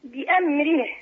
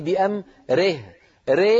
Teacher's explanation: اكسري الراء كسرا كاملا · Shown in: first take